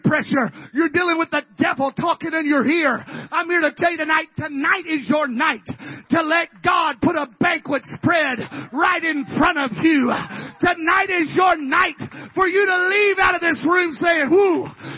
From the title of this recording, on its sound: Complete Service Youth Rally FPC of Jennings LA